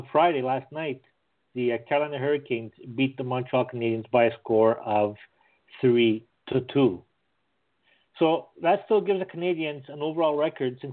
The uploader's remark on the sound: It is the most interactive and informative Canadiens podcast as we take your phone calls. Read your tweets.